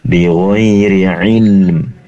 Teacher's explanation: Yang ingin kami koreksi, satu ketika membaca bighairi ilm, di sini tadi terlalu cepat ya untuk ilm. Nah, perlu di durasi penempelan lidah depan ke langit-langit, yaitu makhrajnya lam, lebih lama. Bighairi ilm, karena dia memiliki sifat inhiraf, kecenderungan lam pada huruf nun.